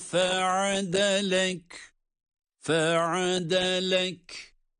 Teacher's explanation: Ayn harfi boğazın ortasından aynı zamanda ince.